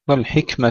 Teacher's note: همس التاء بدون قلقلة